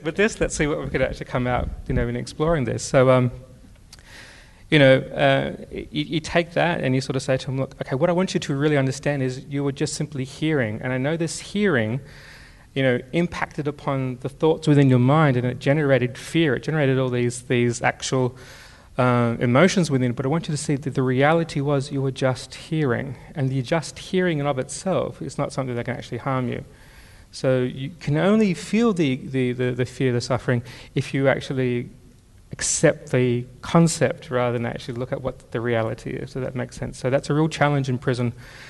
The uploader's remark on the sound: Thanks also to our event partner, Melbourne Knowledge Week. This podcast was recorded on Tuesday the 21st May at Hoyts Melbourne Central.